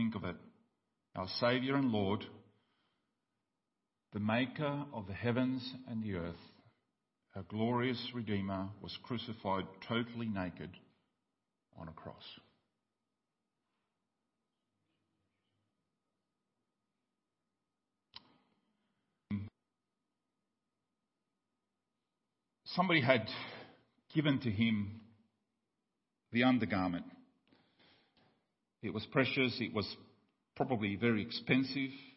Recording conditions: large echoing room